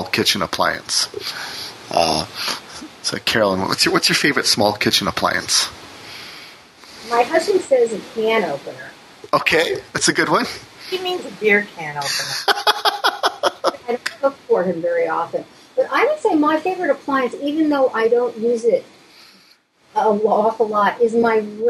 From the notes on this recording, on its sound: Audio is a bit wonky.